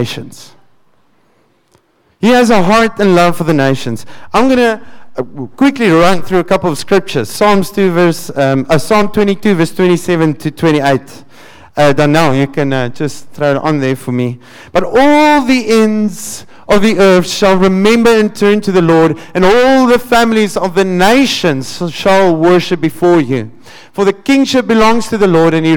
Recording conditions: large echoing room